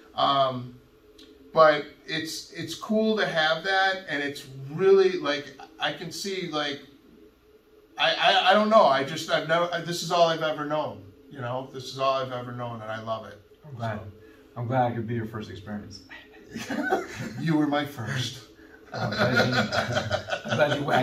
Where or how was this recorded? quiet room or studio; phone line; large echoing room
large echoing room